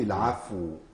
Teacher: كثير من الناس يسقط هذه الواو الواو الساكنة الموقوف عليها إذا كان قبلها ساكن · Term: تمكين مخرج الواو